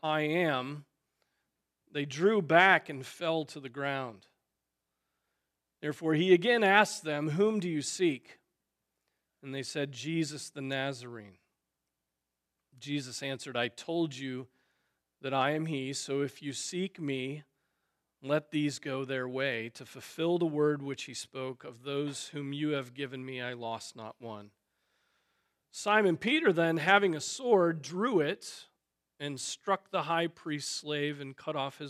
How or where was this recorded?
large echoing room